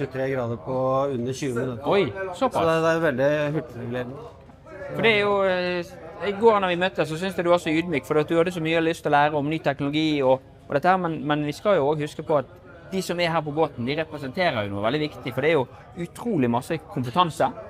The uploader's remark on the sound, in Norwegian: LIVE fra NemiTek sin Energiteknisk konferanse